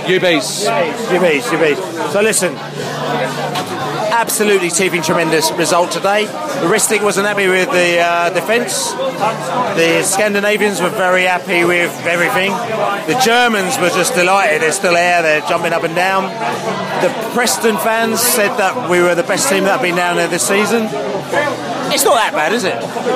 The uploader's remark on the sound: Post-Match Podcast from the pub.